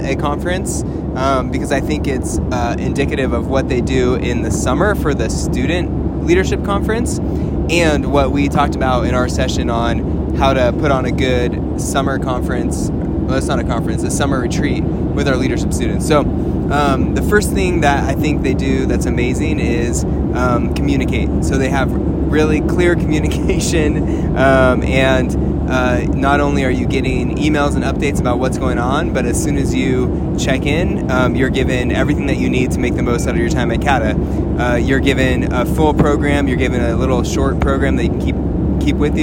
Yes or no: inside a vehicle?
yes